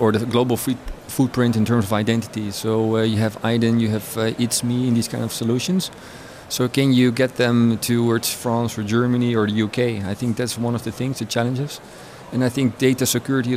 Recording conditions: busy venue